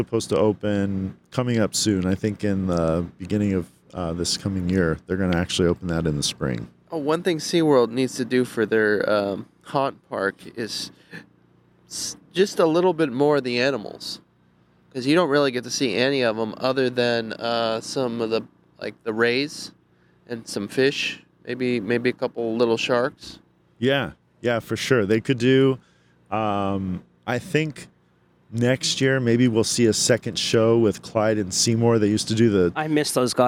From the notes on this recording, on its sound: Live from Howl-O-Scream at Seaworld San Diego. Live from Howl O Scream at SeaWorld San Diego. At the very first Howl-O-Scream event at San Diego Seaworld!